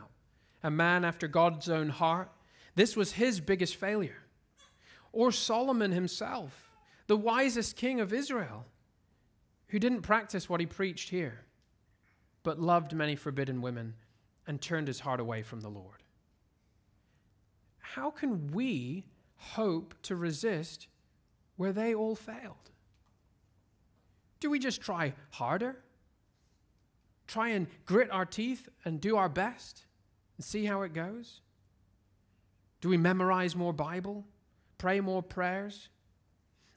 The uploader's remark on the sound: At Covenant Hope Church in Dubai, UAE.